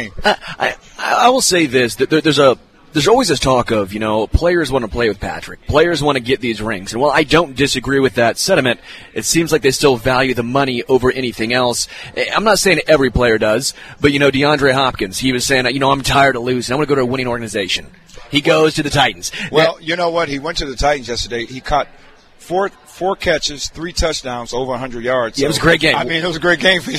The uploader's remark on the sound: LIVE from Hollywood Casino!